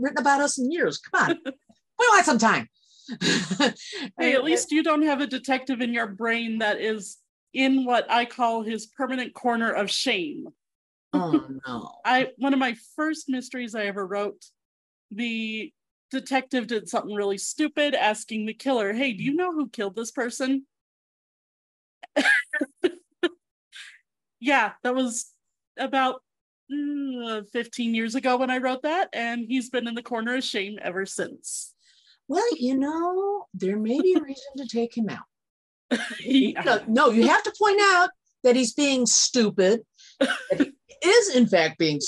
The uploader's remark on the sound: I wish Zoom hadn't cut us off so abruptly.